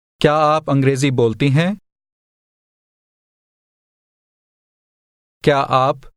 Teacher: Did you hear how the question word and the word for you sounded like one word?